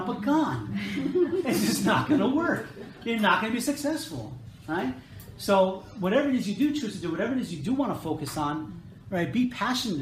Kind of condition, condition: setting, large echoing room